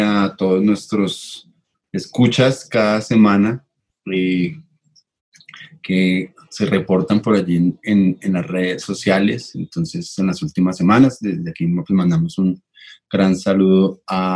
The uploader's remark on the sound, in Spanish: Episodio grabado el 12 de septiembre de 2020 en línea, desde Bogotá - Colombia.